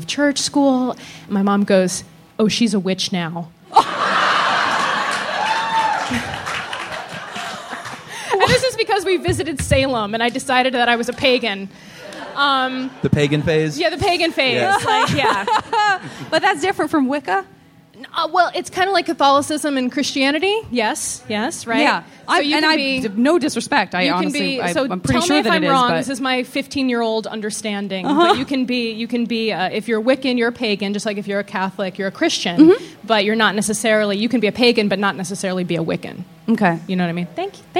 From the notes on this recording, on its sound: This live episode from SF Sketchfest! Everyone onstage and in the audience.